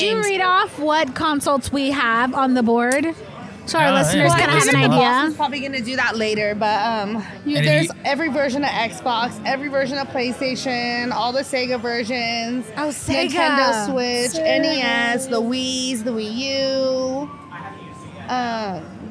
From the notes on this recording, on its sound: Wreck it Ralph LIVE at CCS 2023. In this episode, we are LIVE at CCS 2023!